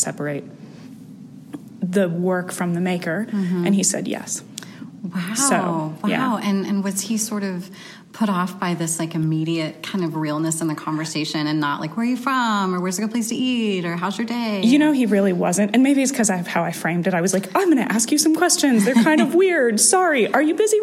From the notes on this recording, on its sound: This episode of Positive Space feature interviews with participants in the FATE affiliate session at the Mid-America College Art Association (MACCA) Conference.